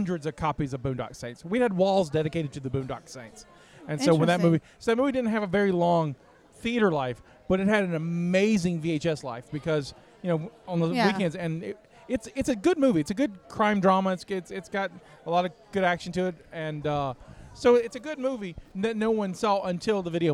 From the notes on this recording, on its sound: Cult Meeting LIVE from Horror Gras! Our first live episode recorded from our booth at Halloween Horror Gras! Answer your audience questions, and there's some special surprise guests on the mic.